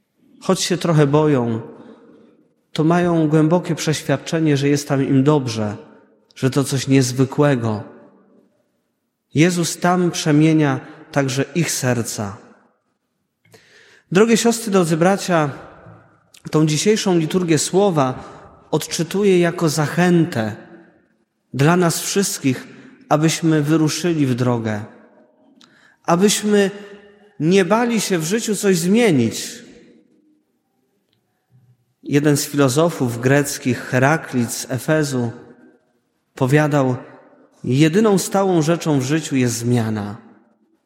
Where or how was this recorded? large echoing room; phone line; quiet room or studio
large echoing room